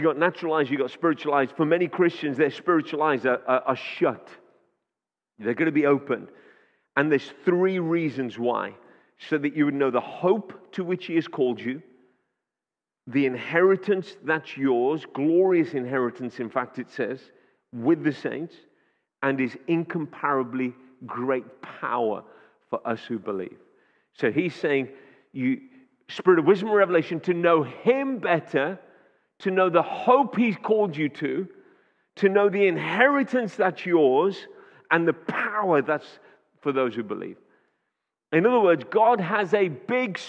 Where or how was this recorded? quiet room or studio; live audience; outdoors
live audience